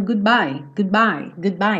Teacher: Quando eu tô indo com a língua no céu da boca pra fazer o D, good... Meu lábio já fechou para fazer o bye, então goodbye, goodbye, goodbye.